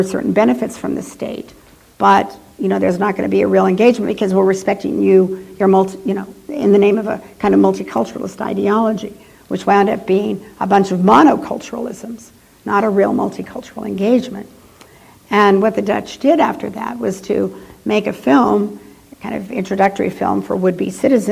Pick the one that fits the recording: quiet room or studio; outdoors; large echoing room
large echoing room